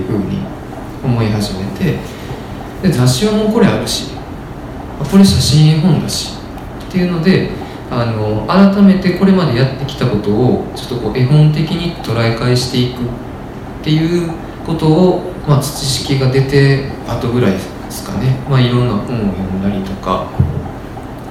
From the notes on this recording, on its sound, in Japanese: 微花』×『つち式』のトークイベント（恵文社一乗寺店）の音声。